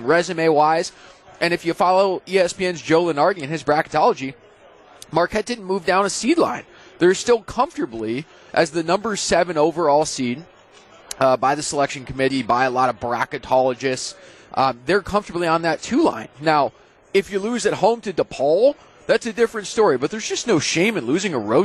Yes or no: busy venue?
yes